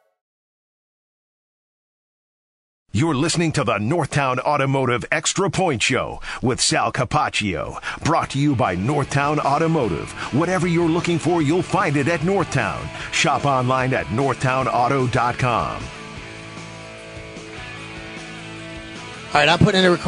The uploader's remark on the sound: Live from the 2024 NFL Combine. Coming in live from Indianapolis.